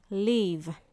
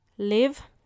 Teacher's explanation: Il est important de faire la différence entre les deux « i », le long et le court